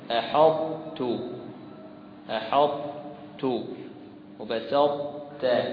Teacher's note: الطاء هنا طبعا ساكنة وتدغم في التاء